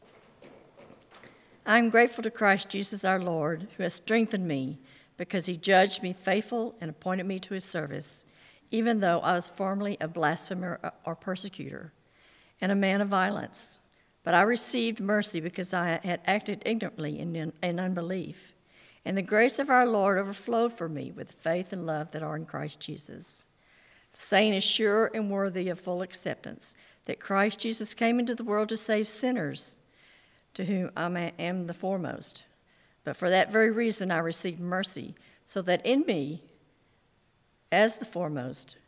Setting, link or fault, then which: setting, large echoing room